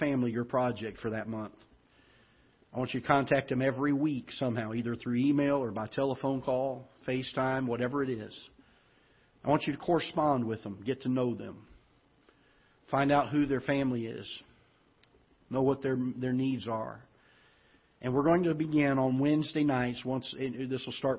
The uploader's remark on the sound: Ketha Heights Baptist Church ~ Live Broadcast